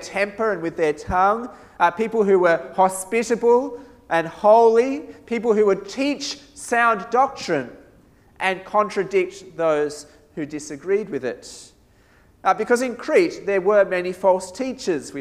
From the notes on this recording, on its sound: This sermon was preached at St Mary's Cathedral, KL on 10th December 2017